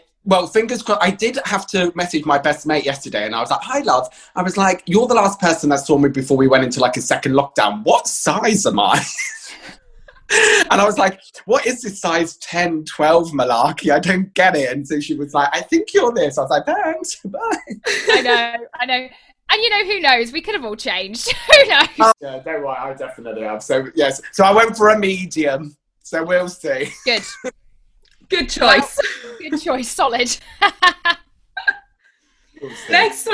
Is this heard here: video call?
yes